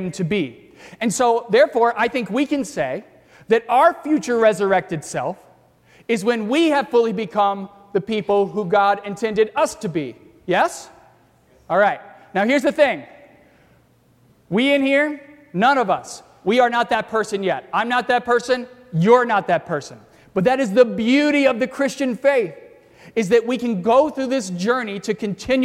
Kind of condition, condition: setting, large echoing room